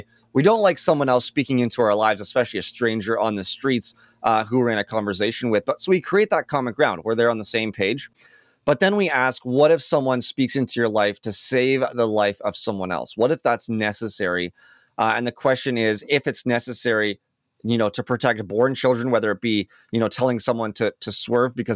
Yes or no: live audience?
no